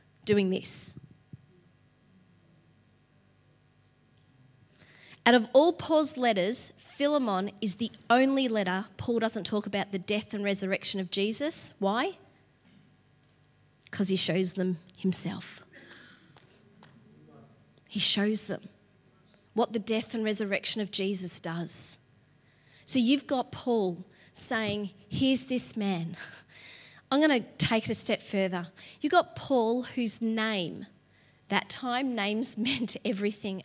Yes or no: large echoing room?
yes